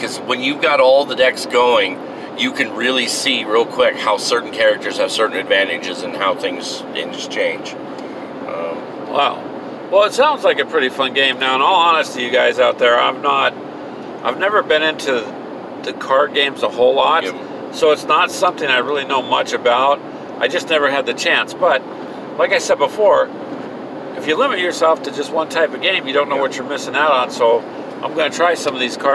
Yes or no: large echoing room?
no